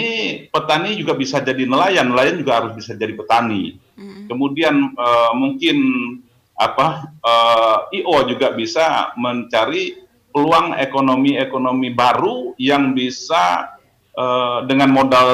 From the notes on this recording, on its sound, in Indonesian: Video Conference. Via aplikasi Zoom.